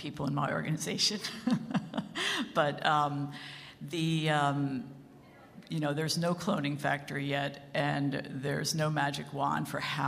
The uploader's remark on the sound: In this session recorded at CMO Summit 2022